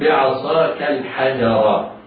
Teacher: العين مرققة، الصاد مفخمة، بعدها ألف تمد مدا طبيعيا وحكمها التفخيم